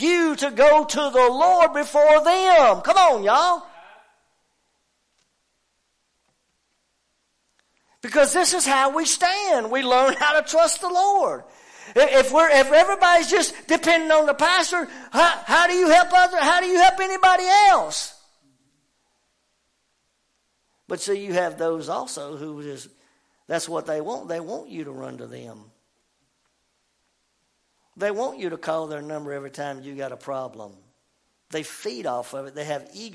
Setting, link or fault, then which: setting, large echoing room